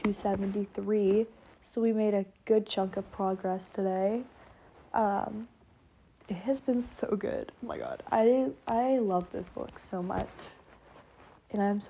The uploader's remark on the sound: Sorry about the background noise I was laying in bed.